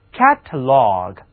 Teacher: catalog 它其中还有两个字母 A，第一个读作梅花音 A，第二个读作倒写的 A。